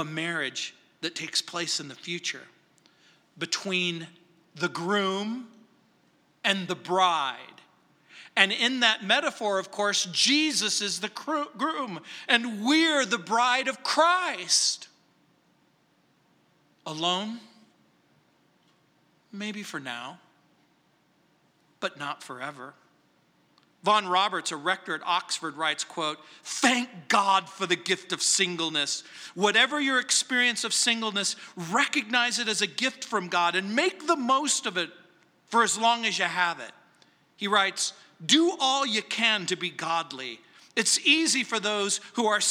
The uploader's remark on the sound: at Calvary South Denver in Littleton CO